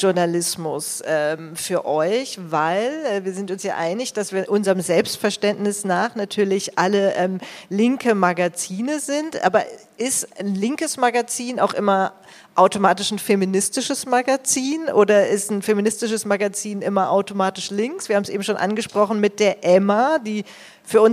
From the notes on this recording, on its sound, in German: wurde auf unserer Geburtstagsfeier im Berliner Club SchwuZ aufgenommen